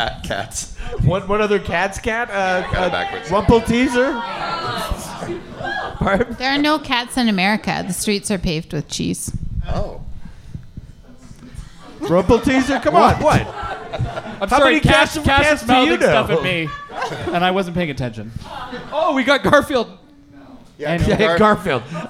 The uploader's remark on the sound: The Christmas special of the live podcast. An unprecedented round-table. At Edmonton’s loosest, gut gushing-est, and Dostoyevskyesque-est live podcast recording.